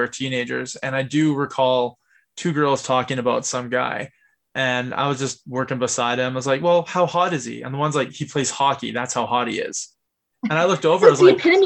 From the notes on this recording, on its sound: First off, we are sorry about the sound issues. We had a microphone problem and did the best that we could with it.